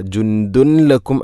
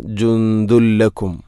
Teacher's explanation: ജുന്ദുൻ, അതുപോലെ ദാലിൽ തൻവീനാണ്, ശേഷം ലാം, ഇദ്ഗാം ബിലാഗുന്ന, തൻവീനിനെ ലാമിലേക്ക് കൂട്ടിലയിപ്പിക്കണം. അപ്പോൾ നൂനിൻ്റെ ശബ്ദം കേൾക്കൂല · Shown in: second take · ജുന്ദുൻ എന്ന ശബ്ദമില്ല.